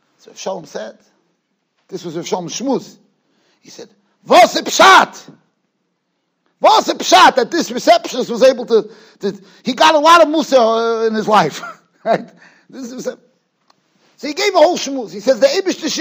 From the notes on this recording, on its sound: Shiur recorded in Yeshivas Ohr Reuven, Monsey, NY.